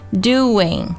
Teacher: It's 1 o'clock.你在干什么？她问道。我正在吃早饭，我又说了一遍。天啊，他说，你总是起得这么晚吗？现在已经1点钟了。首先我们来看一下重点单词的发音啊。第一句话里 doing 这个单词，很多同学会把它读成 doingdoing，注意 do 字母组合发的这个 do 的音，不要用中文里欢度春节的度去替代它，它的元音呢是一个 oo 的音，而不是中文里乌鸦的乌啊，要注意 do 然后加上后面的 ing ing 的音，就是 doing，中间呢会用一个非常轻非常快的 w 的音去连接这个 do 和 in